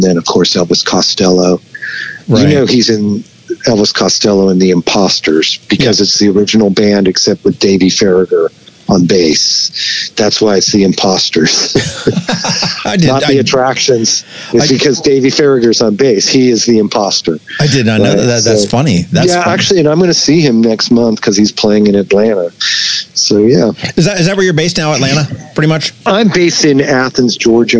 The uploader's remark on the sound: We hopped on the phone